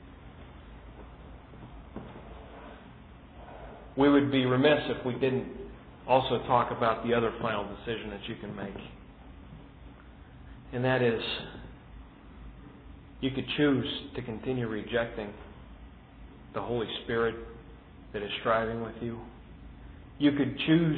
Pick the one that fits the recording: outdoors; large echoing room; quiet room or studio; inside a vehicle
large echoing room